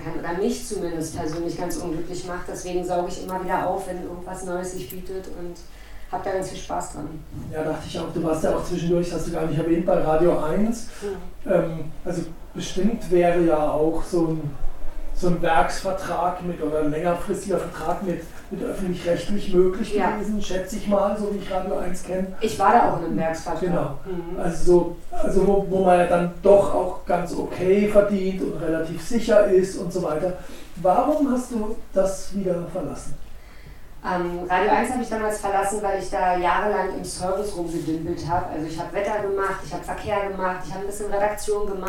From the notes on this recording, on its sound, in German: Wir entschuldigen die Tonqualität.